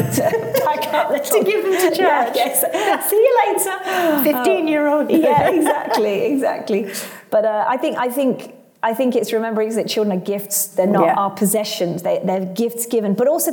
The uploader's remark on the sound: Join us as we take a road trip and record live at Trinity Church Nottingham’s church weekend!